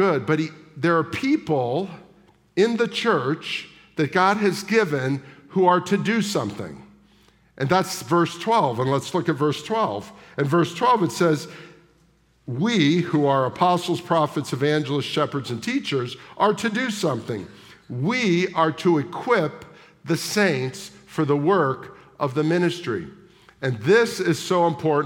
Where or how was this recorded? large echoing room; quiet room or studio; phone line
large echoing room